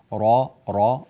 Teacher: فخم الراء جيدا، را را، أريد أن يمتلئ الفم بصدى الحرف هكذا